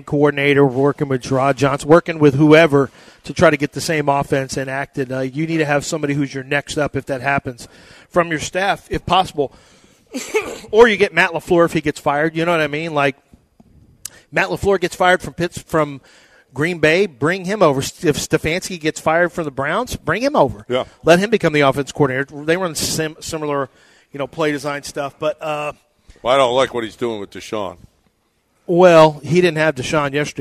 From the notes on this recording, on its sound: LIVE from the Wildcat Golf Club!